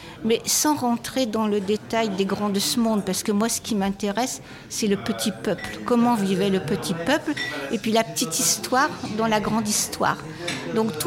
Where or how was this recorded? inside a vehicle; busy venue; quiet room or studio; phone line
busy venue